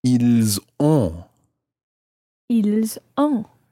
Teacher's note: you pronounce the S of il, I-L-S, because it's followed by a vowel, in this case, O-N-T.